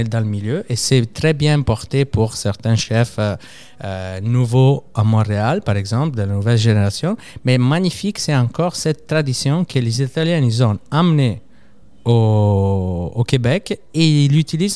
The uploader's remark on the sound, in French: Merci au restaurant Lola Rosa de nous avoir accueilli pour enregistrer le podcast